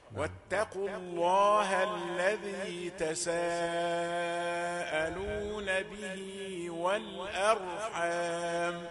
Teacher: لام لفظ الجلالة مفخمة لكن الهاء رقيقة